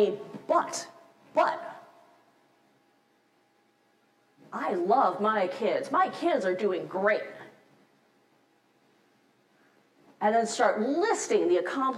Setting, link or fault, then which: setting, large echoing room